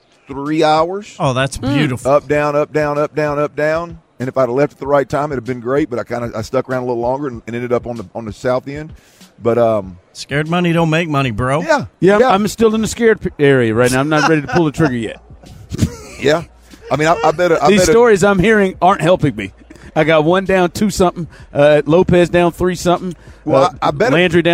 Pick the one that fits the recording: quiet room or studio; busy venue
busy venue